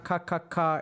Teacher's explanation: the ka is also at the back of your palate